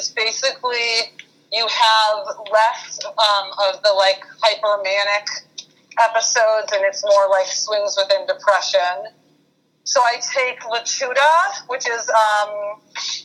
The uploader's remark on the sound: On this episode, I had a conference call.